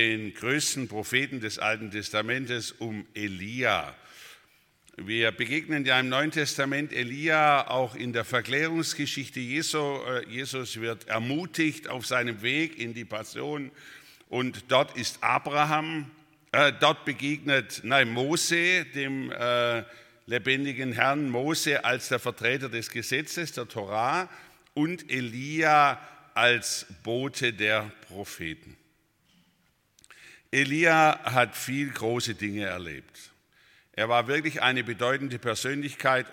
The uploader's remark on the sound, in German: aus dem Gottesdienst der Liebenzeller Mission